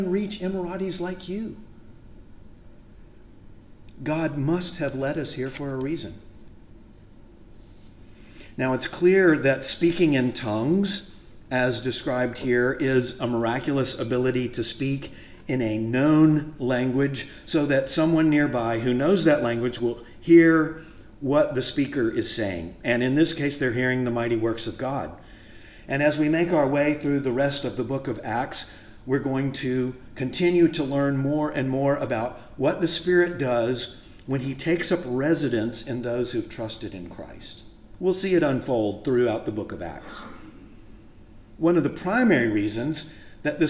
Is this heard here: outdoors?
no